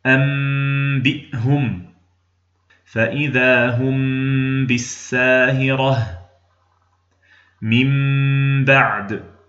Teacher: الإخفاء الشفوي أن تطبق الشفتين للميم إطباقا عاديا، يصحب هذا الإطباق غنة مطولة، ثم إذا انتهى زمن الغنة ترغط الشفتين للنطق بالباء، أي